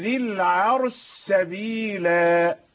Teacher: تضغم الشين في السين